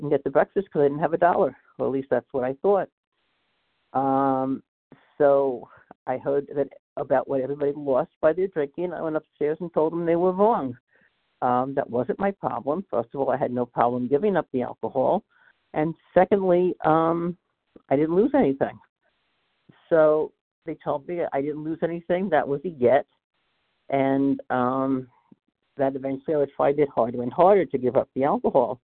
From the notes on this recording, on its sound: qualification from the 100 Pounders Phone Meeting